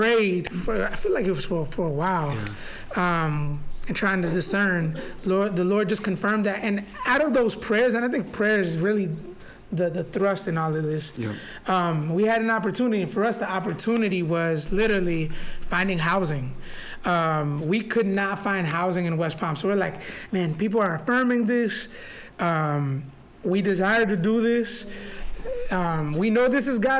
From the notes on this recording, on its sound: Together they recorded in front of a live audience at The Brook.